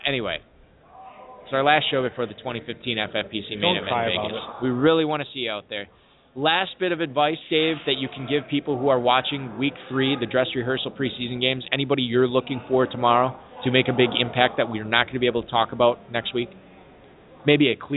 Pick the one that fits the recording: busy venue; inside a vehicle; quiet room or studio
busy venue